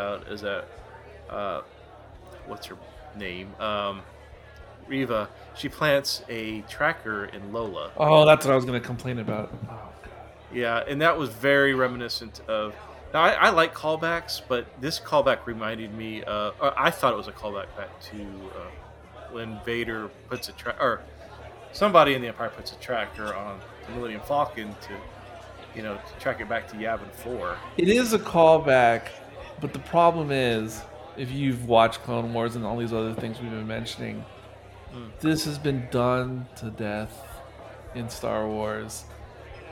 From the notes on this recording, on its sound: This discussion was filmed in front of a live bar-side audience